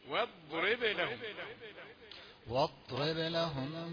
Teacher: ضاد ليست مقلقلة، ضاد مستطيلة واو، ثم الباء مقلقلة، تحذفها بسرعة.